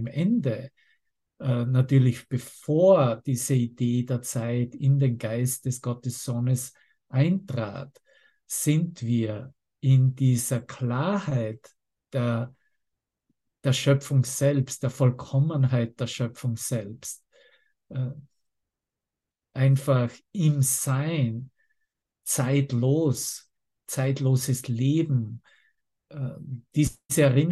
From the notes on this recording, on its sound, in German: Zoom-Session. Veranstaltet von der Aleph Akademie.